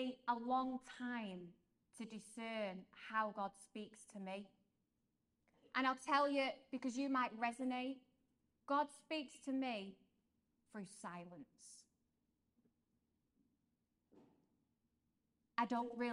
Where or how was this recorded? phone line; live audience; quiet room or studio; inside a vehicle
live audience